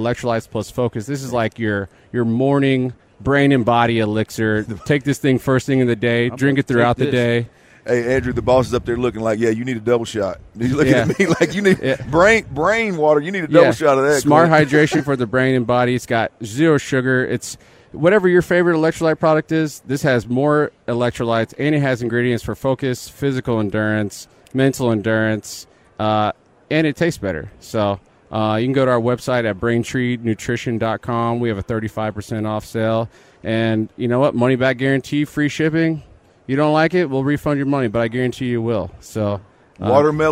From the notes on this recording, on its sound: THE DRIVE is LIVE on Super Bowl Radio Row in Vegas.